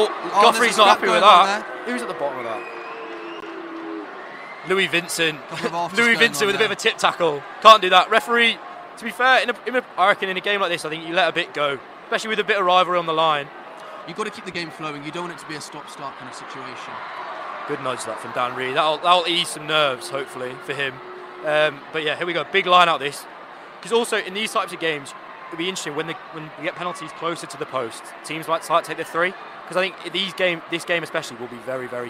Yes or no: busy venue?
yes